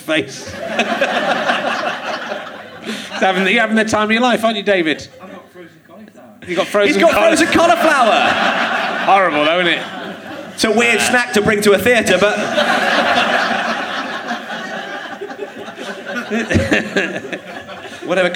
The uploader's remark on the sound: Leicester Square Theatre Podcast